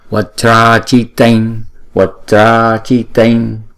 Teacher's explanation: Tại vì cái chữ A, hai chữ A này ghép lại thành một chữ A dài